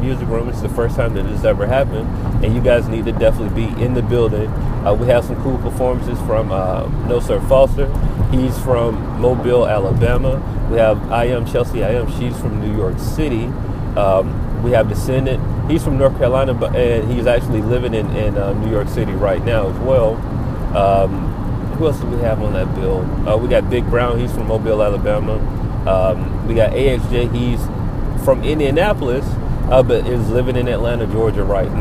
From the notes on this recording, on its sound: We recorded this one while sitting in rush hour traffic.